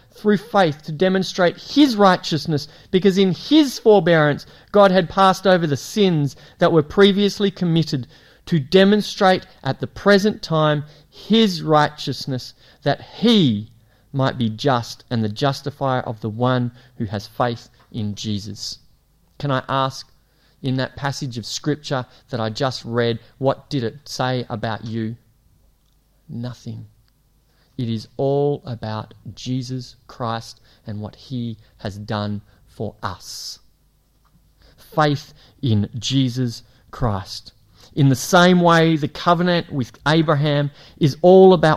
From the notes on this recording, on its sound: It was preached at Esperance Church of Christ